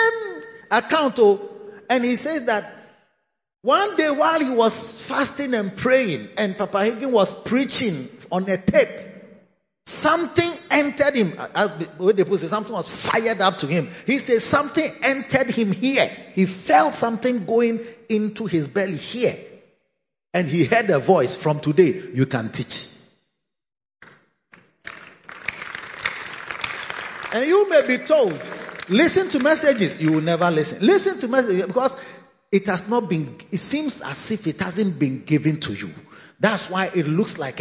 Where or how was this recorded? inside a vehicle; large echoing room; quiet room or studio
large echoing room